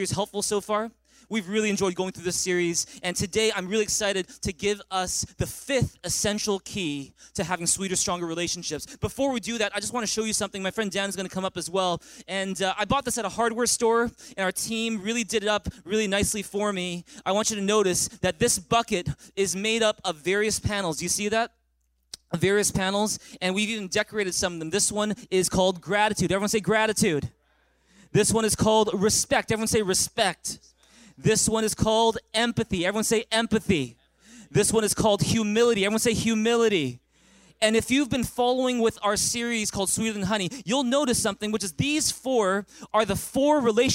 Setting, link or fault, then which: setting, large echoing room